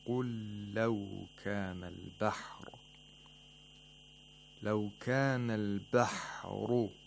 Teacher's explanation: The ra in al-bahru has tafkhim because the ra has a dhamma.